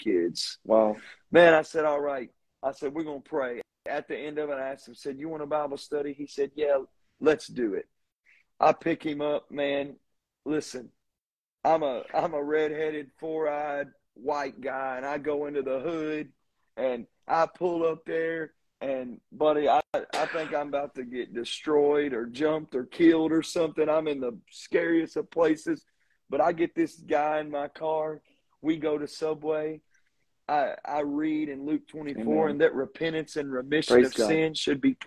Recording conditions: video call